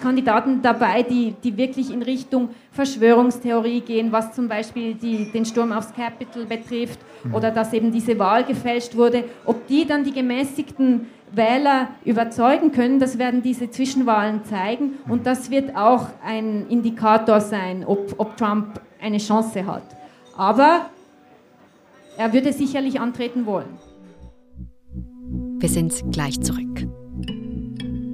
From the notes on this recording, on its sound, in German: Zum ersten Mal in einer Live-Aufzeichnung vor Publikum.